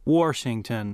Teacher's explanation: a lot of Texans pronounced the word Washington as if it had an R in it, as in Washington.